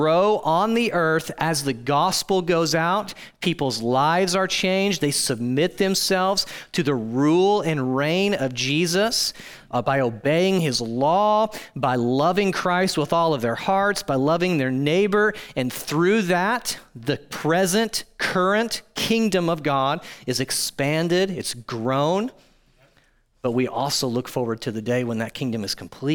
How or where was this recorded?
large echoing room